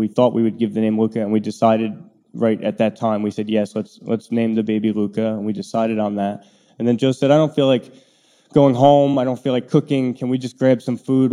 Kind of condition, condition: setting, live audience